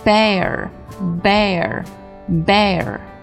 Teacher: 发这个音的时候开口一直宽就可以了，非常短促干脆有力的哎，然后加一个卷舌音